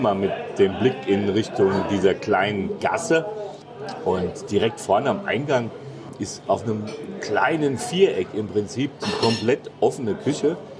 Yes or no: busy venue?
yes